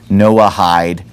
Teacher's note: They're just kind of pronouncing the H on the end of Noah, Noahide. And what this is that the Jews have this teaching where they say that you don't have to convert to Judaism to have eternal life.